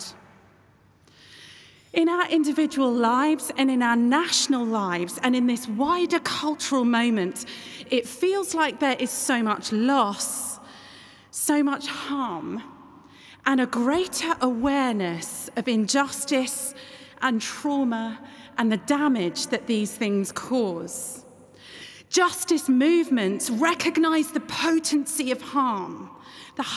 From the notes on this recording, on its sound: keynote address at the 2023 National Parliamentary Prayer Breakfast in Westminster Hall, London on Tuesday 27 June 2023